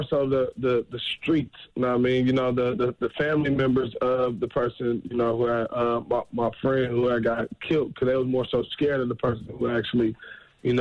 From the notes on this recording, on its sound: We opened up the phone lines to see if our listeners have any stories.